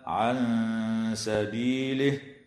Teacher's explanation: وتخفى النون الساكنة عند السين مع الغنة المرققة